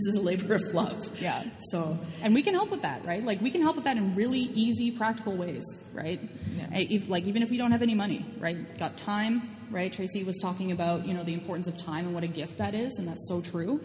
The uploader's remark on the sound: Recorded in front of a live studio audience at the Exploring The New R&R: Resistance and Resilience of Indigenous Women's symposium, put on by the Indigenous Women and Youth Resilience Project.